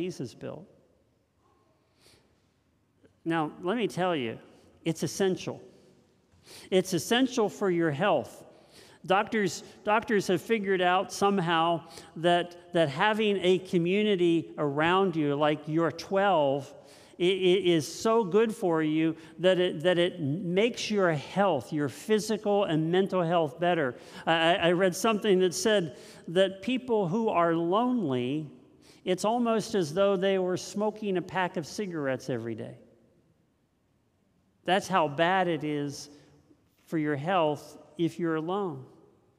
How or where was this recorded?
large echoing room